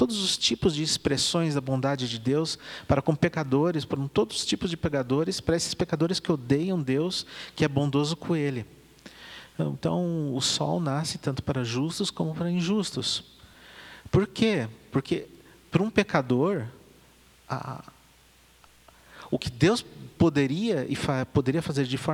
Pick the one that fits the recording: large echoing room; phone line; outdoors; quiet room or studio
large echoing room